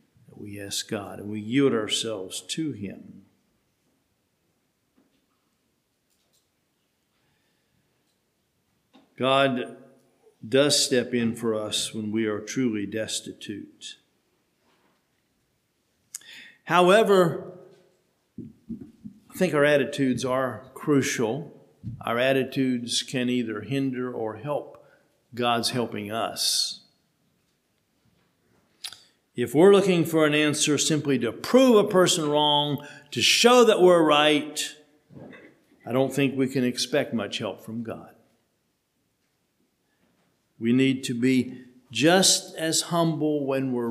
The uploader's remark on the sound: Sermon preached at HMC